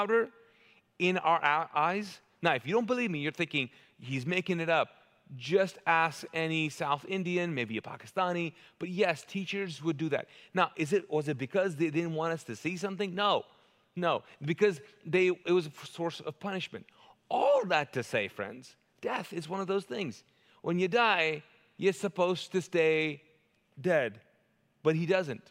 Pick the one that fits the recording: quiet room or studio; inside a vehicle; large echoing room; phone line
large echoing room